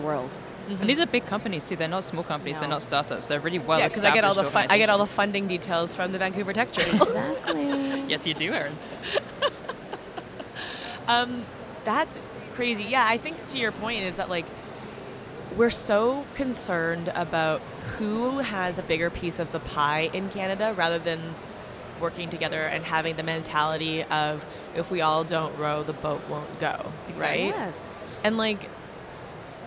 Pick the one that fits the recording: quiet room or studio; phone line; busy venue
busy venue